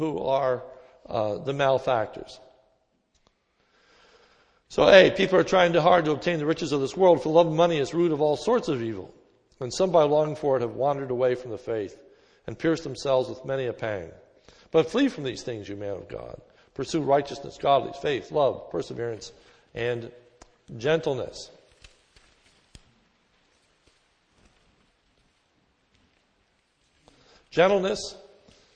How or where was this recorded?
large echoing room